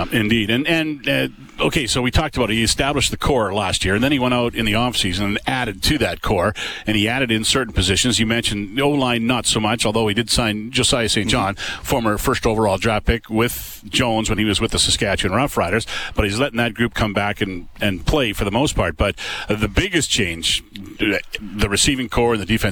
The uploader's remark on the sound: LIVE from Commonwealth Stadium.